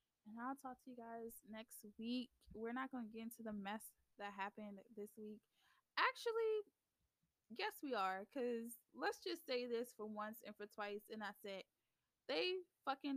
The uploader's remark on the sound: The Audio might be a little low, but bare with me y'all.